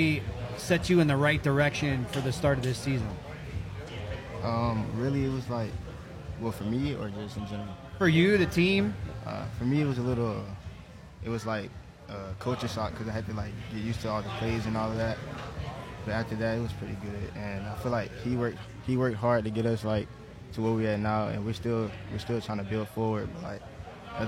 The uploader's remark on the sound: Live at Lime Fresh Mexican Grill. At Lime Fresh Mexican Grill on Narcoossee just south of Lake Nona High School.